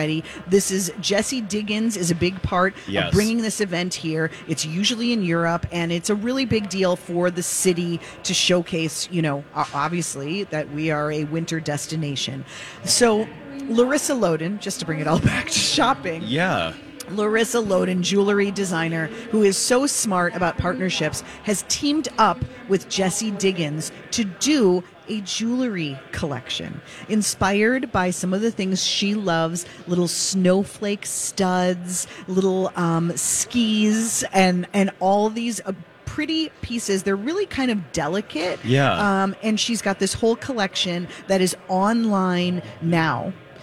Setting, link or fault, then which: setting, busy venue